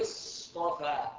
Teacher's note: ذكر الصاد وهو حرف صفير مهموس مطبق مستعلي، فإن التقى بالطاء أنعم بيانه وأعطي حقه من الإطباق والاستعلاء، وإلا انقلب سينا، وذلك في نحو قوله تعالى اصطفى والأمثلة الأخرى.